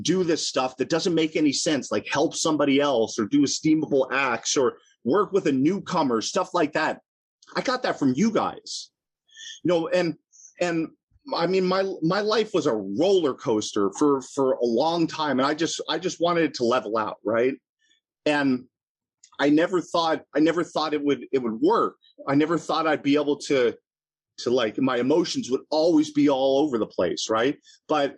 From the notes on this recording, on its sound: at the Broken Elevator Zoom Meeting held in June of 2022